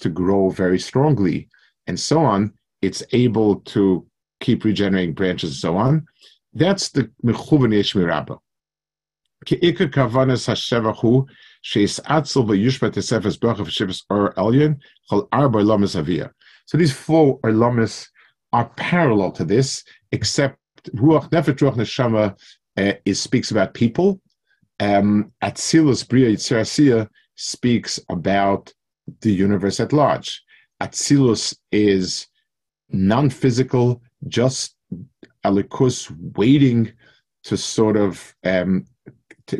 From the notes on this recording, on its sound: Delivered over Zoom to the YU Community Kollel in Los Angeles, CA.